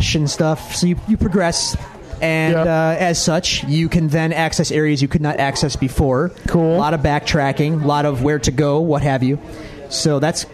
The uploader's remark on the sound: Live at Iron Buffalo